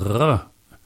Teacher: So when I learned French all those years ago, I was taught that the French make their R with a R, a uvular trill